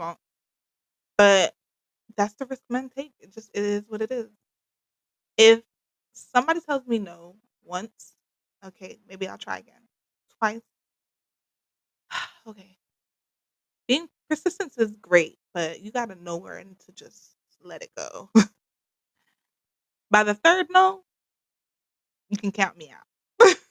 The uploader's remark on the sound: Please bare with me with the audio for this episode